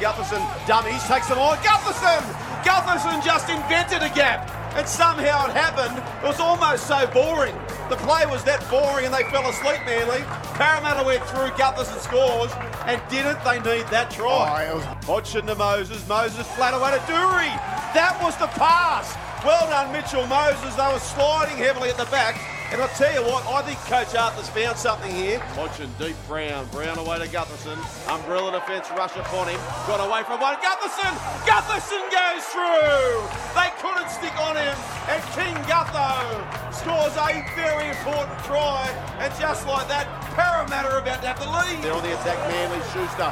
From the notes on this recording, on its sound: Live from 4 Pines Park